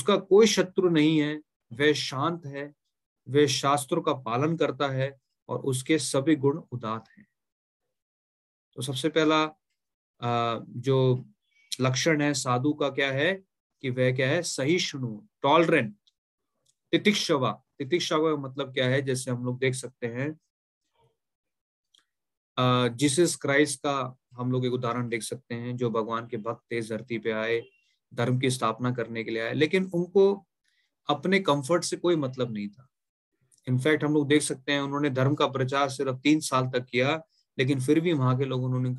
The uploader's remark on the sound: Zoom recorded class